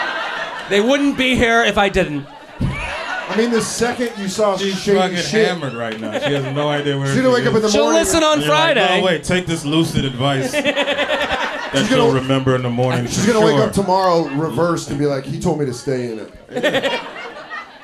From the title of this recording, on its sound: LIVE At The Village Underground